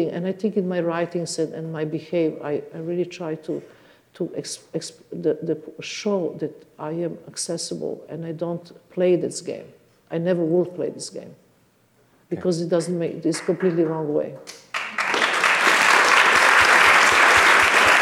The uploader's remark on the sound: This event was recorded in September 2014 at the Royal College of Music, in London.